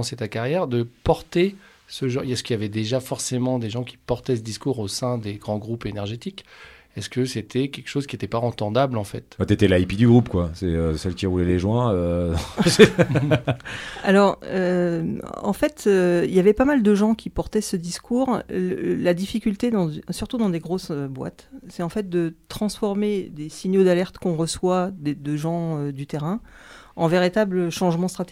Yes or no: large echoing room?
no